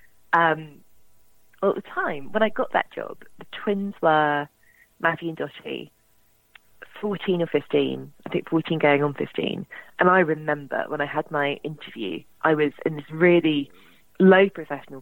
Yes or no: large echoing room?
no